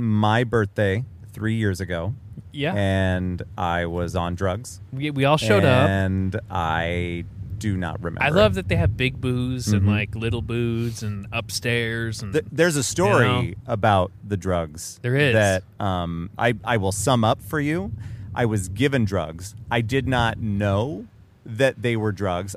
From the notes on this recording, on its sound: Live from the backyard!